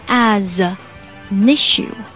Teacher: money。接着后面 as anissue，把它分开读是这样的，但实际上我们可以把 a n n 这个单词把它分开啊。首先前面的 a 和前面的 as 做连读，asas，然后 n 和后面的 issue 前面的 e 做连读